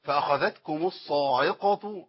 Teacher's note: العين المرققة والصاد مفخمة، أخلص الصاد وبعدين أخش على العين